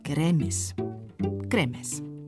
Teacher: Weil sich aber Gräbnis kaum aussprechen lässt, wird Gräbnis draus. Und dann verschmelzen nach den Assimilationsregeln auch noch die Konsonanten B, N im Bayerischen zu M.